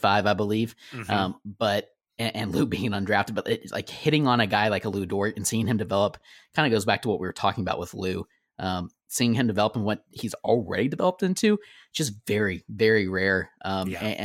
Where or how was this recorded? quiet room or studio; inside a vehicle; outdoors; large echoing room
quiet room or studio